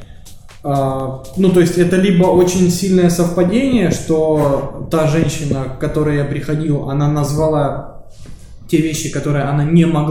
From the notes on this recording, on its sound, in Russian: Пилотный выпуск, в котором всё пошло неправильно. Приносим извинения за звук и обещаем исправиться.